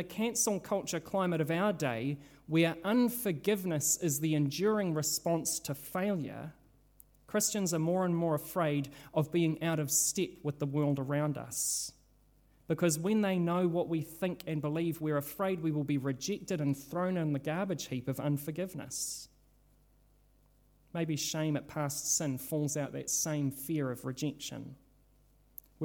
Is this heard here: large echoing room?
yes